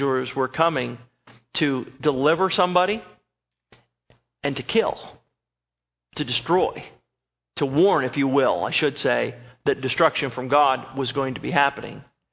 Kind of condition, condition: setting, large echoing room